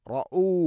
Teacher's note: ഹംസയുടെ ഉച്ചാരണം മഖ്റജ് തൊണ്ടയുടെ താഴെ ഭാഗം